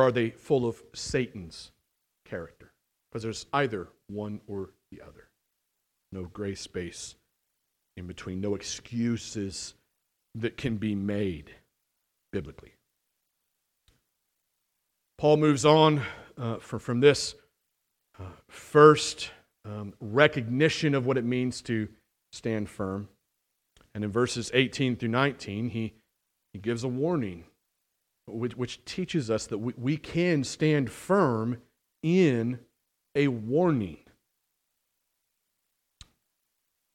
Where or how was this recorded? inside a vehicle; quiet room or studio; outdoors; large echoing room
large echoing room